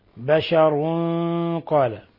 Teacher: ولاحظوا تفخيم الغنة لأن القاف حرف مفخم